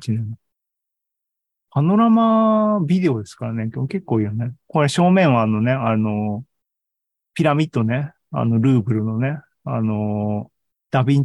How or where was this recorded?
video call